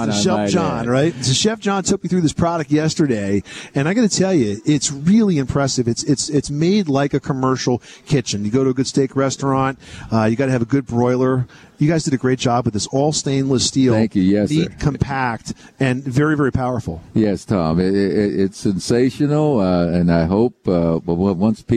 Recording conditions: busy venue